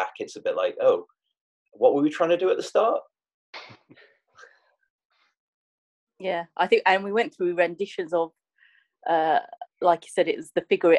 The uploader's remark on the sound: I sat down over Zoom.